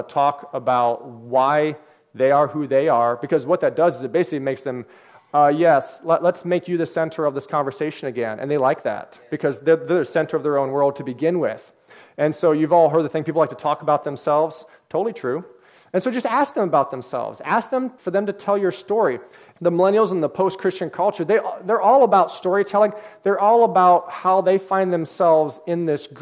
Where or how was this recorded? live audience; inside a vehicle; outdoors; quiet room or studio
live audience